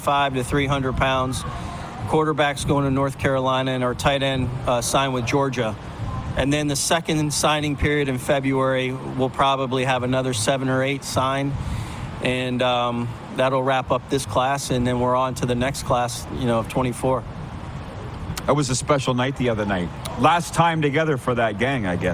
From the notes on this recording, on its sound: LIVE from the Beachouse in Pompano, FL